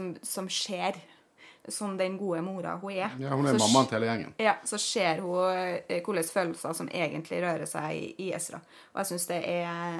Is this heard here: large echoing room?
no